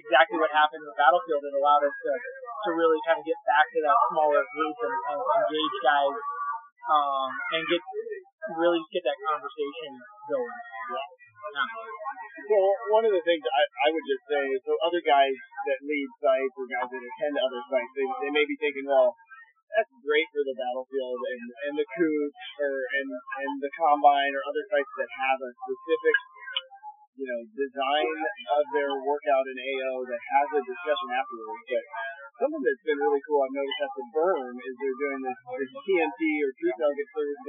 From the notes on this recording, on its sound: First time in-person interview over lunch for The GLUE-OOM podcast. Ignore the background noise.